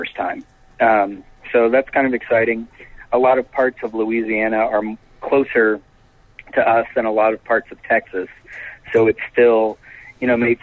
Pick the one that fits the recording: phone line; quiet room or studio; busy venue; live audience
phone line